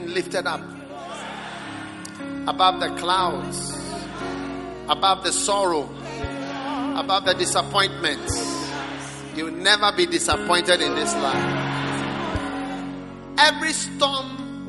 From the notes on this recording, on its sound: Preached at the Prophetic Encounter Service.